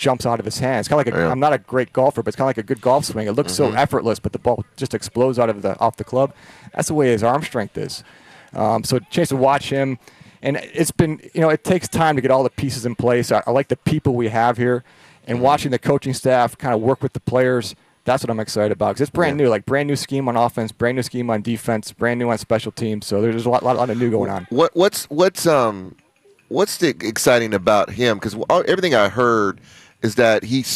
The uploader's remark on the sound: broadcast live from Chargers Training Camp at the Jack Hammet Sports Complex in Costa Mesa